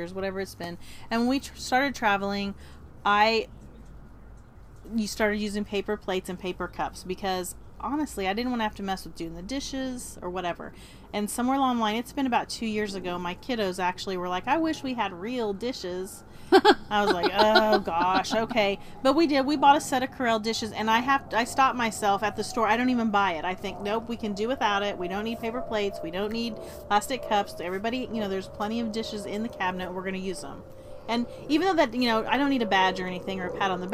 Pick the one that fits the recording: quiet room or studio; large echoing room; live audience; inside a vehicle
inside a vehicle